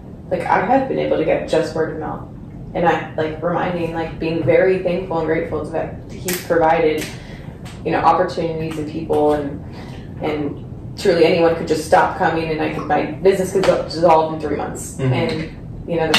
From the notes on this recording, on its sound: We had some trouble with the audio recording on this episode.